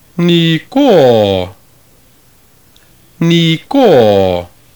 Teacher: notice the upward and downward glide in the last syllable. · Term: circumflex accent